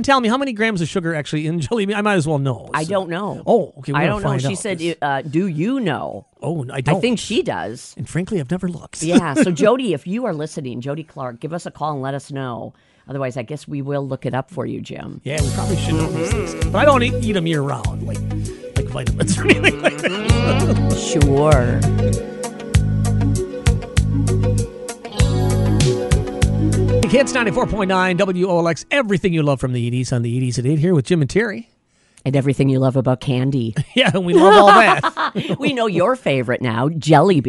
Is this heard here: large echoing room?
no